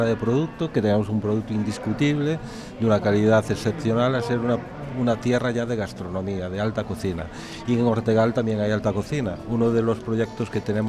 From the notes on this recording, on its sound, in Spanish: Programa emitido el 22.01.22 en Capital Radio. Desde la feria internacional de turismo del IFEMA de Madrid, FITUR2022, grabamos este especial FITUR.